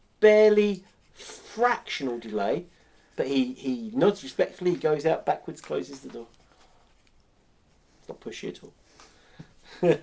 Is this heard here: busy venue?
no